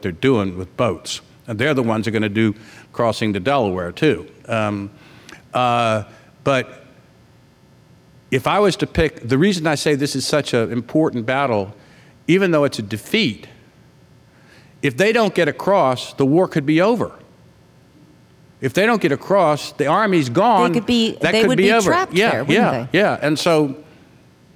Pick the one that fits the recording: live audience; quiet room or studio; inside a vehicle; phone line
live audience